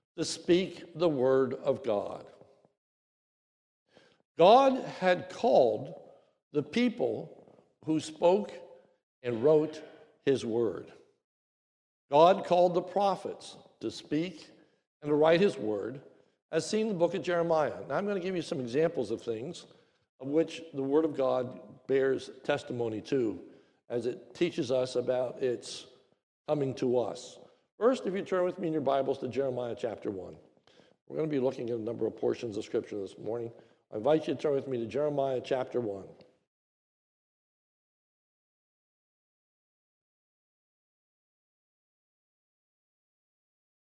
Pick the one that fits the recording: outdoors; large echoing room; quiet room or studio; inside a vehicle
large echoing room